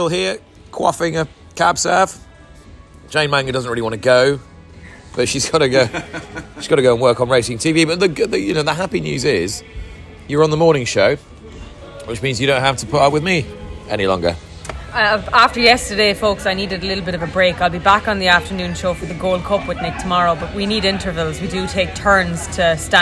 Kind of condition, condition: setting, busy venue